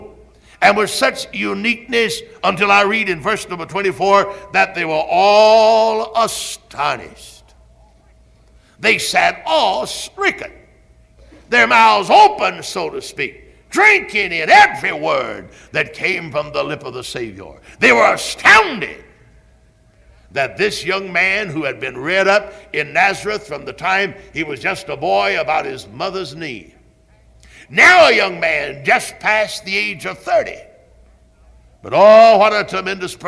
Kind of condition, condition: setting, large echoing room